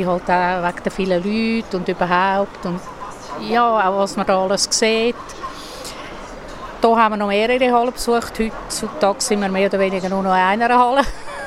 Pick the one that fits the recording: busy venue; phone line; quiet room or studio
busy venue